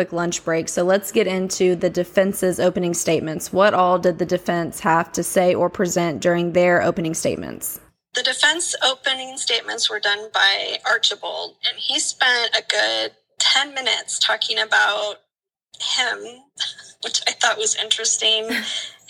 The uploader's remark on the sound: Our legal correspondent is on her lunch break. You will have to forgive us for the audio quality as this is being recorded on a phone, in the car, on lunch break!